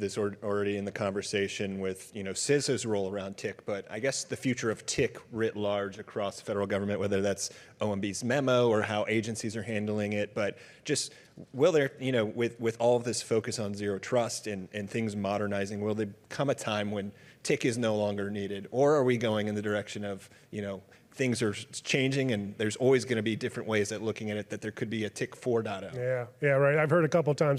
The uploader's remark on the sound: a fireside chat at the Zero Trust Summit